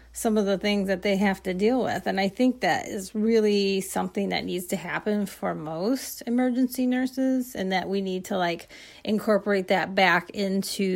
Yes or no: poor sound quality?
no